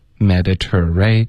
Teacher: 所以这个 ter 会有一个 r 的音在结尾， ray 也会有一个 r 的音在开头